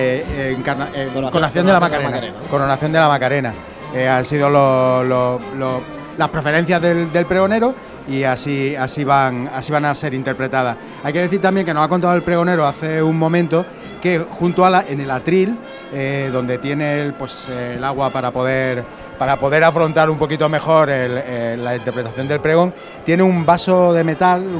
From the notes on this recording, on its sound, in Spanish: Emitimos el pregón en directo de la Semana Santa de Jaén 2023. Desde el Nuevo Teatro Infanta Leonor.